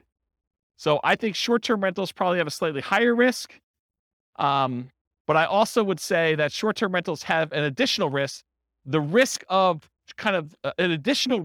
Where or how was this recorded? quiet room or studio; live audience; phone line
live audience